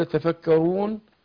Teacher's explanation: القصر اتنين والتوسط اربعة والاشباع ست · Term: عرض للسكون